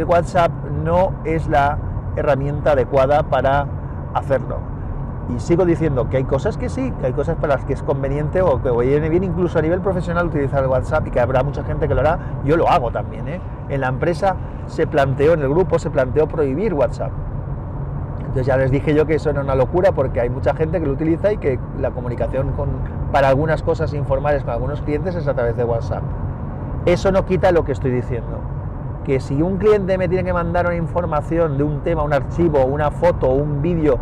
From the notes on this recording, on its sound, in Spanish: Podcast grabado en un Samsung Galaxy Note 8 con la aplicación Hi-Q MP3 Recorder y micro Boya BY-LM10.